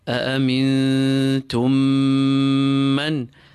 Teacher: A small assimilation. The two memes are assimilated and recited as one that we apply ghunna to. So ghunna as well. · Term: idgham saghir